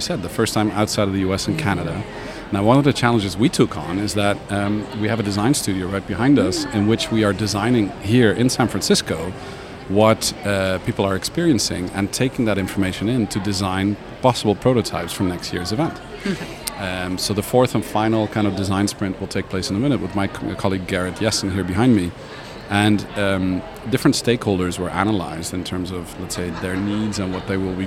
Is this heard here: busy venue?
yes